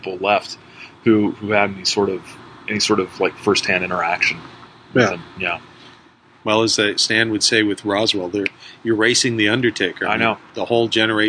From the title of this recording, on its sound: on a Rooftop at Midnight